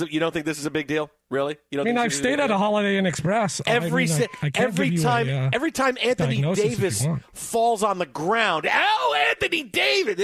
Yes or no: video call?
no